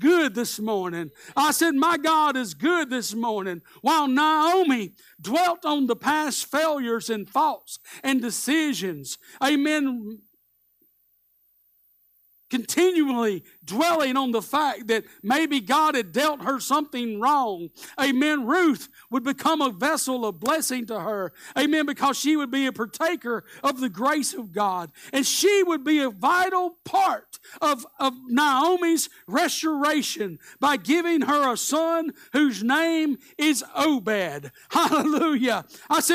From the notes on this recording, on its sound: Live Sunday Morning Service.